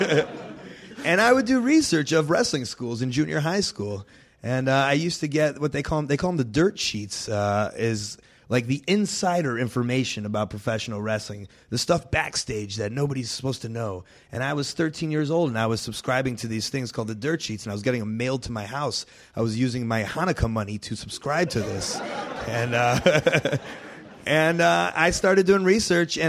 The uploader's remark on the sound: live show recorded at Chicago's Second City